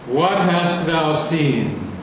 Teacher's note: There's a slight drop in emphasis on hast thou. · out of those four, I put the most weight on seen